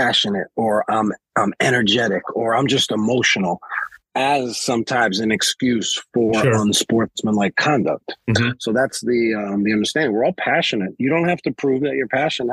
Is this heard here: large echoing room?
no